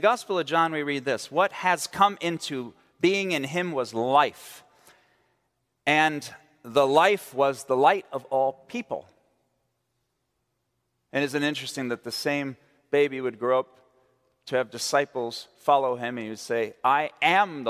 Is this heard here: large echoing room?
yes